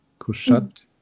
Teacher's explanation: statt das Tsch als explosiven Laut rauszubringen, Kuschat wird so ein bisschen verbreitert